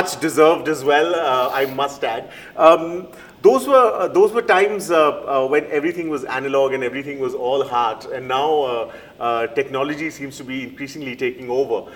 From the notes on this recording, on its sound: The episode was recorded at the Jaipur Literature Festival 2022 in March.